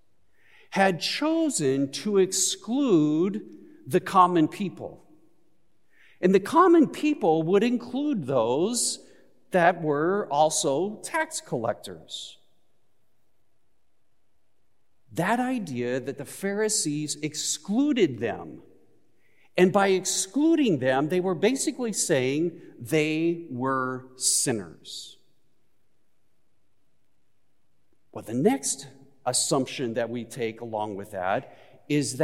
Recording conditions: large echoing room